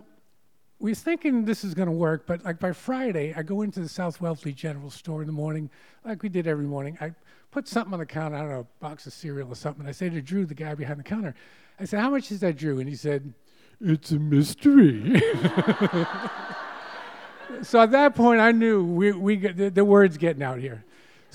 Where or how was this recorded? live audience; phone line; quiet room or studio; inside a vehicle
live audience